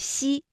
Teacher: 舌面的前部要接近硬腭的前部，留出一个窄缝，气流从缝中挤出，摩擦成声